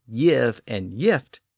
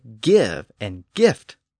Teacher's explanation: In the areas of the former Danelaw, the spellings tended to be with the Norse G, indicating that the word was still being pronounced with its Norse G sound · Shown in: second take